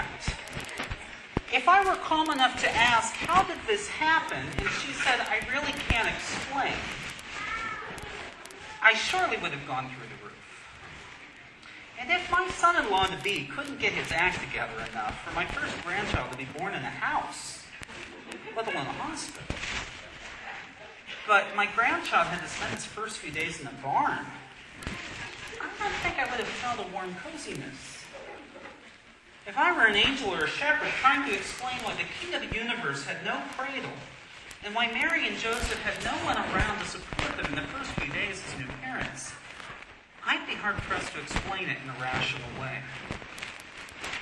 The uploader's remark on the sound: Sorry for the lousy audio quality. I cut out the Q&A with the kids -- the audio was unbearable!